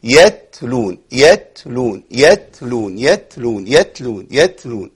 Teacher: اللام عندي من طرف اللسان والتاء من طرف اللسان، فانا طرف لساني هيلمس في اصول الثنايا العليا ثم ينتقل الى ايه؟